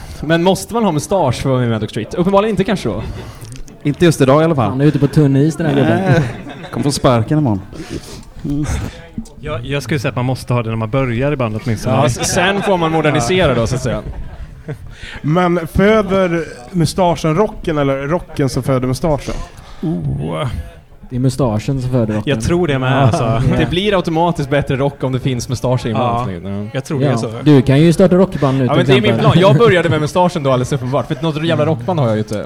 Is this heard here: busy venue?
yes